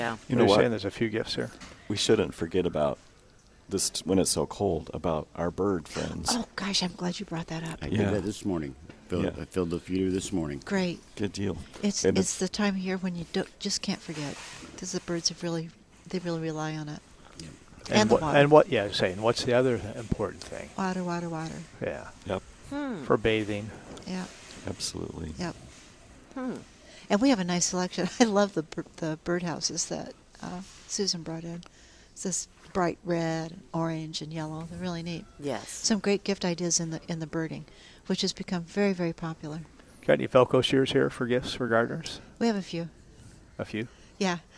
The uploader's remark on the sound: Live at Prairie Gardens 12-8-18.